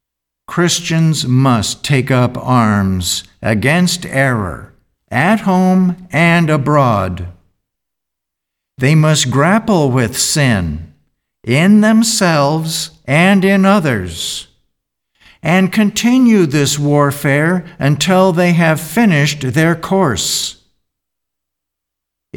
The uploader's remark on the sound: The Sunday service audio from October 17th, 2021